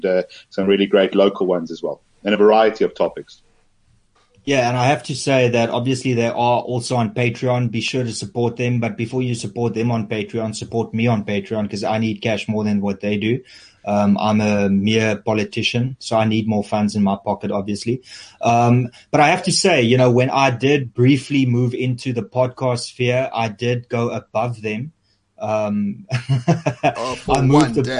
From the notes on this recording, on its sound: a recording of a live YouTube debate